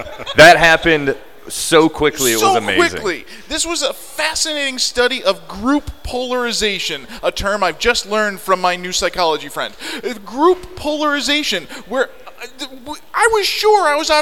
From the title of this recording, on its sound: LIVE at Indy POP Con 2018